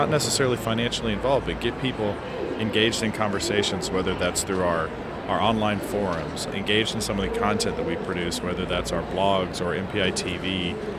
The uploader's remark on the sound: Live from #IMEXAmerica